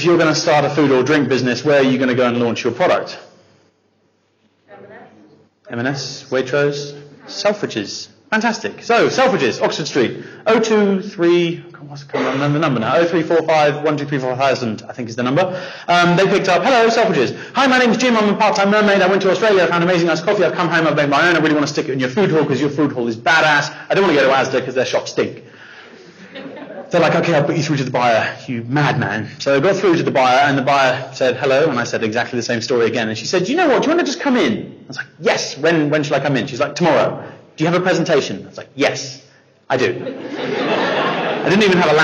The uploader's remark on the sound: Bonus 'live' Episode. Our sold-out 'live' audience in Bournemouth. To speak to our audience of entrepreneurs and start-ups.